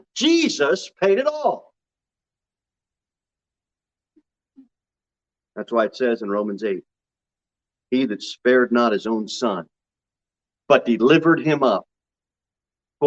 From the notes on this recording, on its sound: Sermon delivered at Pilgrim Baptist Church on Sunday, June 12, 2022 at 11:15 am. Jere Whitson Rd.